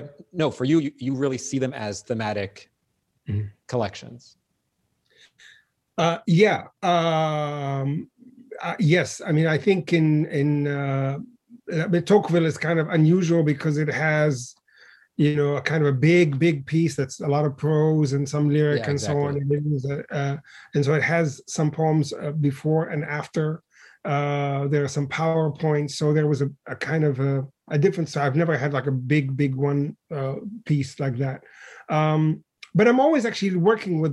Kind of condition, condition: link, video call